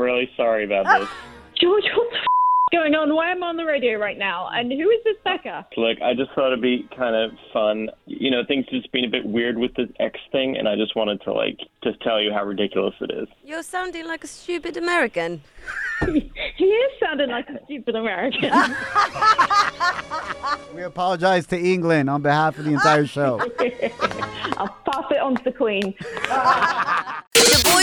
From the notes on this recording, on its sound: We opened up the phone lines and asked our listeners what is something they bought that got them into credit card debt!